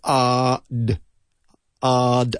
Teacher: the R in hard is there only to lengthen the vowel sound